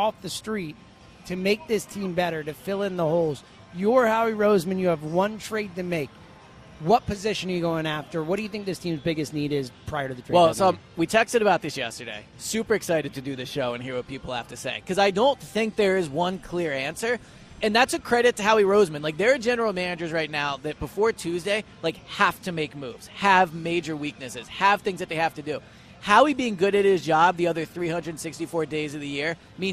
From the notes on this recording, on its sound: live at Parx Casino